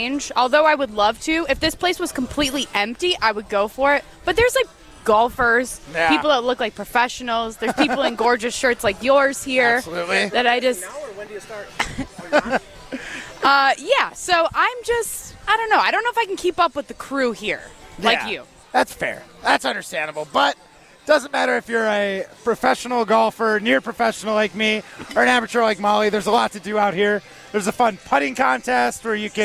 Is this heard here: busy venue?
yes